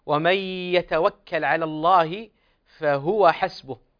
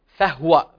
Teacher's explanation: الهاء هنا في قراءة حفص مضمومة وترد في بعض الروايات وبعض القراءات مسكنة